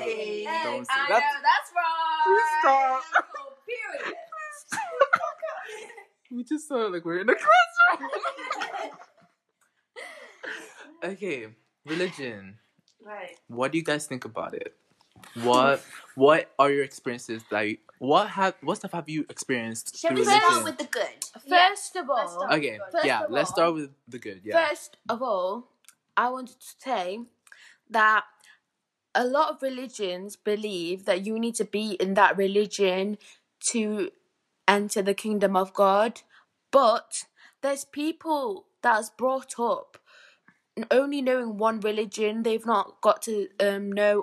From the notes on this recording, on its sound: In this episode, I am once again joined with some of my friends. Sorry for the mic.